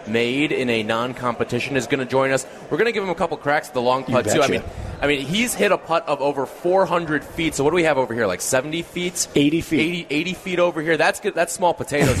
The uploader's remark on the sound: live in Rosemount, IL, for the Chicago Golf Show